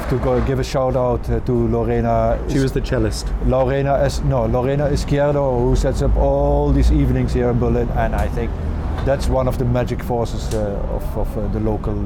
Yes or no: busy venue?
yes